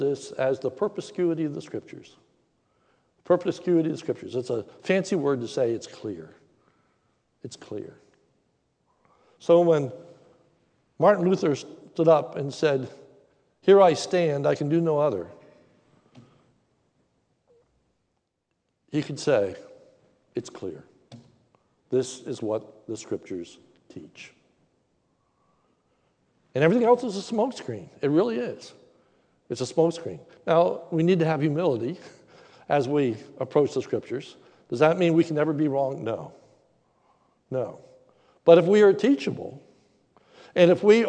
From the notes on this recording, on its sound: Sermon recorded live at the Lebanon Bible Fellowship Church in Lebanon, PA. During the evening service.